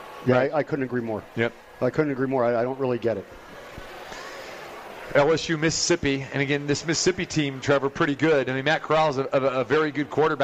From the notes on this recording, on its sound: Live from The Cosmopolitan of Las Vegas.